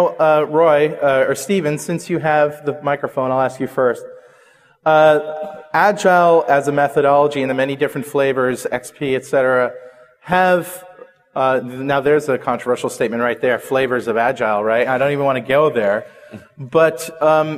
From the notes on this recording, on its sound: On stage at TechEd Europe in Barcelona for this discussion about Agile methodologies.